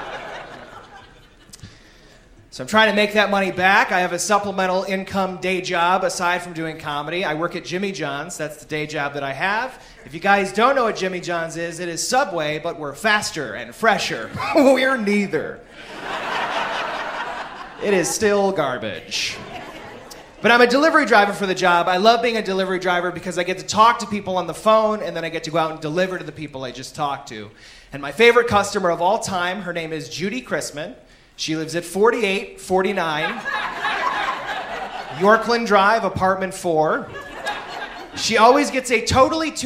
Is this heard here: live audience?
yes